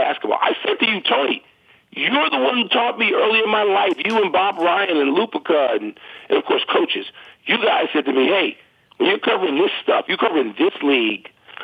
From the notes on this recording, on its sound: calls